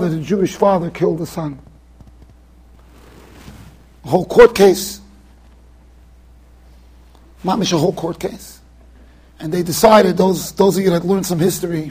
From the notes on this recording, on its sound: Shiur recorded in Yeshivas Ohr Reuven, Monsey NY.